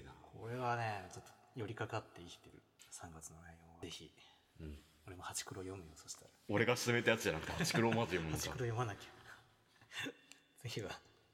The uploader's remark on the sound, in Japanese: 全編エコーがかかっていますが